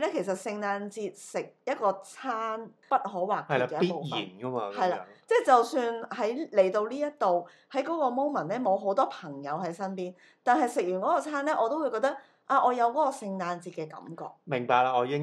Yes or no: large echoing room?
no